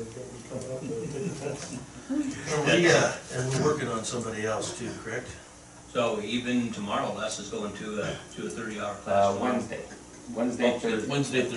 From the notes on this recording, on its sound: March 20, 2023 Lake View City Council Meeting